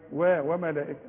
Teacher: الحروف مرققه، الميم واللام والهمزه والكاف والتاء كلها مرققه